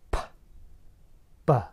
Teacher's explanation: P is voiceless and b is voiced. · Term: Voicing